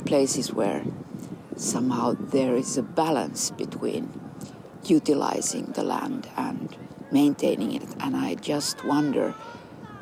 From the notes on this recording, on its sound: Pondering With A Pine In The Park. A series of conversations recorded with a pine tree in Kaivopuisto Park in Helsinki.